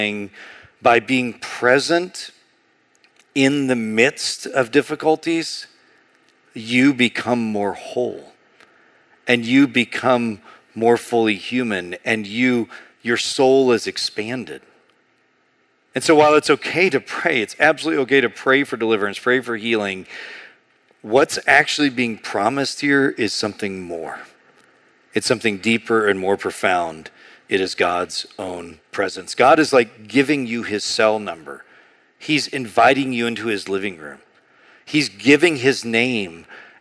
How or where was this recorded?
large echoing room